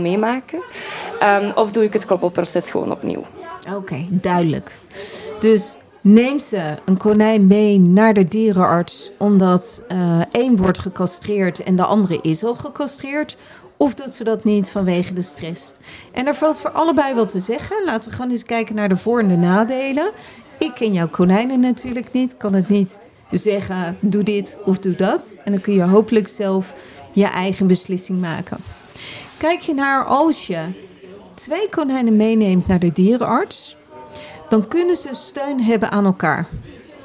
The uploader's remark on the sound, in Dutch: Live vanaf Animal Event.